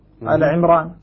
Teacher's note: تحققت شروط الترقيق لكن لأنه اسم أعجمي امتنع ترقيقه